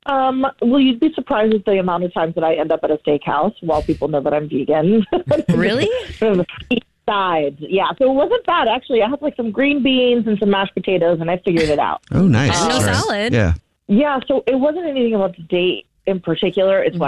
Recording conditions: phone line